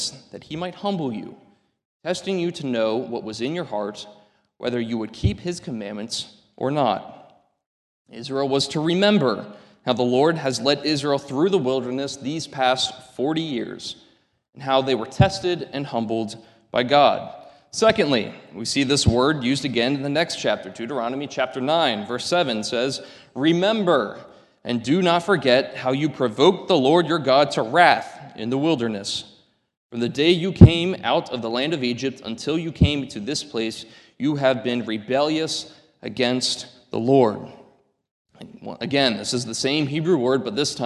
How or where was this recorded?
large echoing room